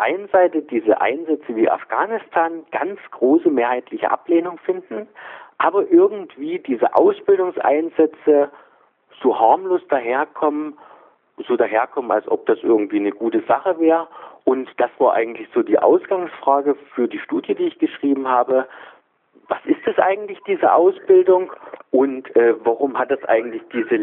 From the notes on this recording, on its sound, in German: Ein Telefoninterview